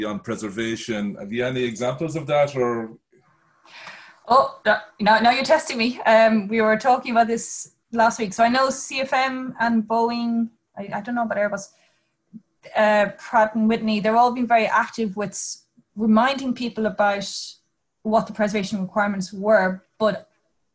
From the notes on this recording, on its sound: This is the audio from the APTN aircraft lessor CTO and Powerplant manager's Zoom Call. This is the audio from the APTN aircraft lessor CTO and Powerplant manager's Zoom Call.